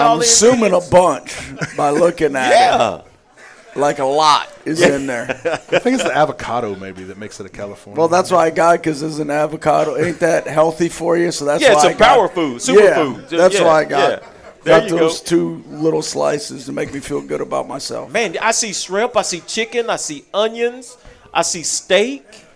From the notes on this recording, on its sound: live every Tuesday 730pm at Monte De Rei Mexican Restaurant in Kernersville NC